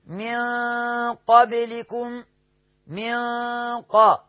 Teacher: طيب والذين من قا، والذين طبعا زي اللي قبلها بقى، خلاص خلصت عرفناها، من نون ساكنة قا، قاف متحركة، نون ساكنة وقع بعدها قاف متحركة، يبقى ايه؟ يبقى اخفاء حقيقي، هنغن غنة مفخمة